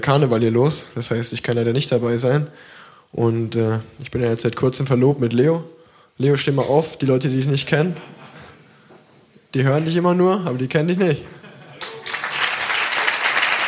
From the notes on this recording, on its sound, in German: Live Podcast aus Köln